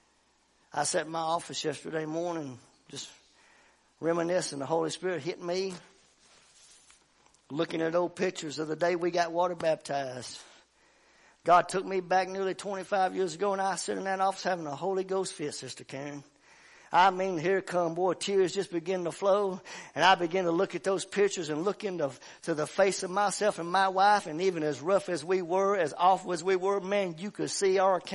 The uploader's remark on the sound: WELCOME TO OUR LIVE SERVICE. Family Worship Center in Athens Tennessee. Stream our music live over the internet.